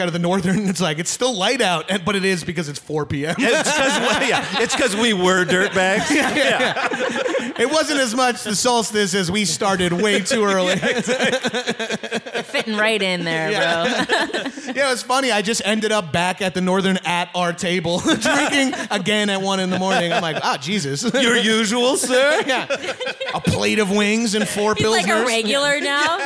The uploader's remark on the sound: Recorded live at the YUKON COMEDY FESTIVAL.